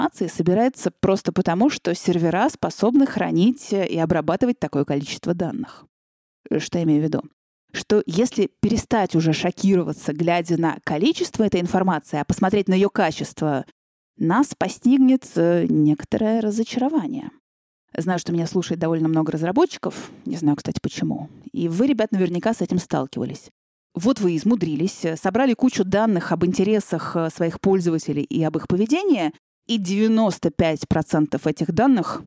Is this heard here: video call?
no